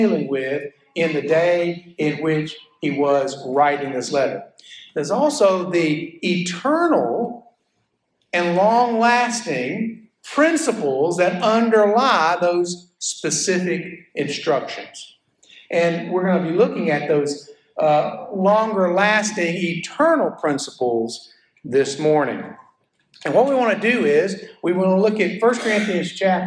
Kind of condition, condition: setting, large echoing room